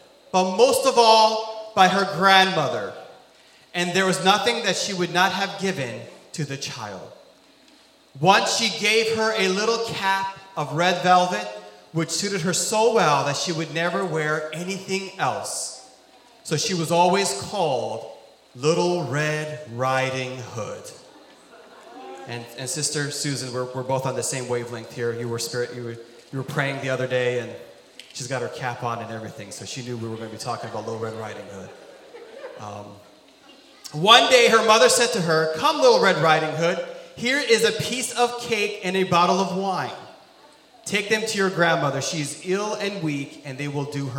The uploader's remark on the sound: This sermon was recorded live on July 31st, 2022 at Newark United Pentecostal Church.